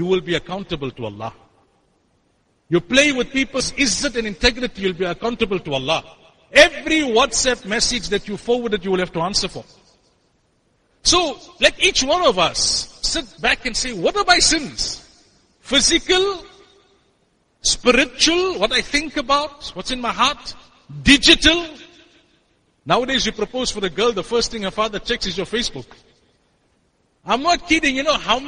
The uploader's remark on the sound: Jumuah lecture at Masjidus Siddique